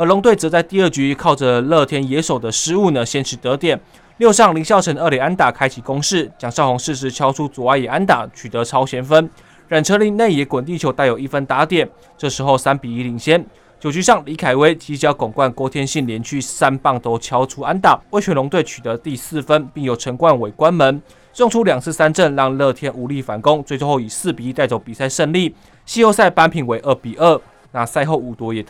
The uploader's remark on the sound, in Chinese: 這次我們前往天母棒球場，帶大家感受第七戰的現場第一視角